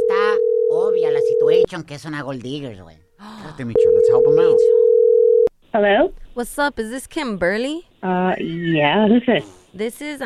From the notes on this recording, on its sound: We opened up the phone lines and asked the listeners their superstitious beliefs!